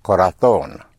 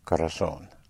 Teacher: the Z or the Z, which is pronounced like a TH · Shown in: first take · Term: Castilian Spanish